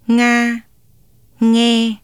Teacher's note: contact of the back of the tongue against the velum, which is lowered to allow air to escape through the nasal cavity.